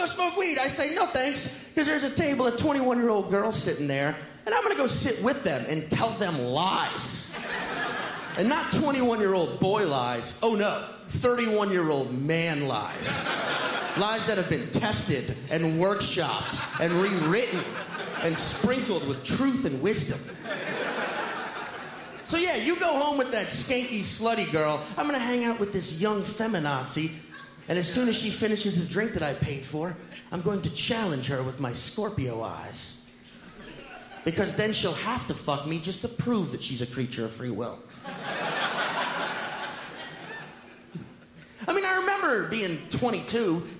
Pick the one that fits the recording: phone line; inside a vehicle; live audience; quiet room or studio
live audience